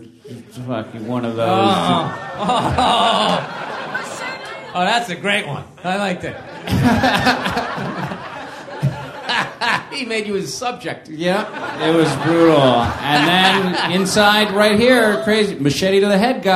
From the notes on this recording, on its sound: Recorded March 16th at Esther's Follies in Austin, Texas for South By South West Interactive 2015.